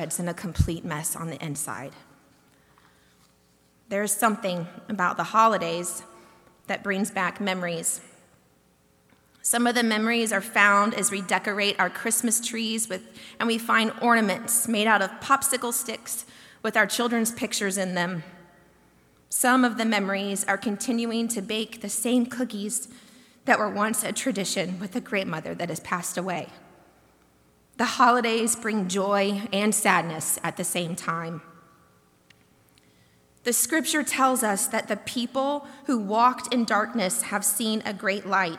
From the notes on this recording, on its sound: delivered during the Longest Night Service on December 21, 2023